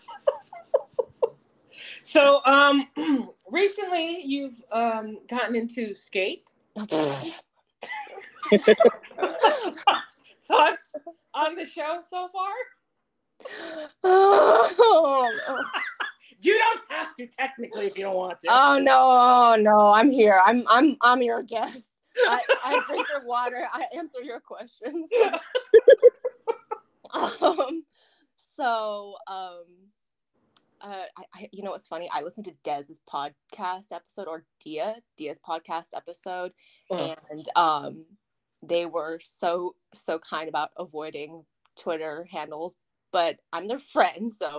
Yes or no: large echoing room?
no